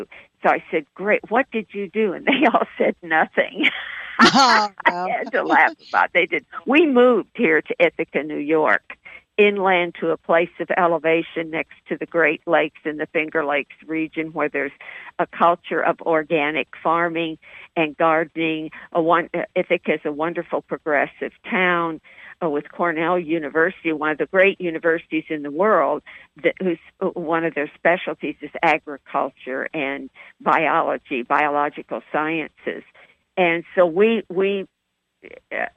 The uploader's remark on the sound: OUR Show this week is a live call-in